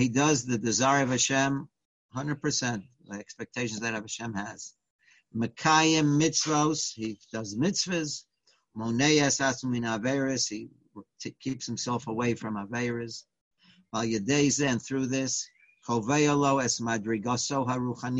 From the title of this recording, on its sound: Live On Zoom: 7-20-2020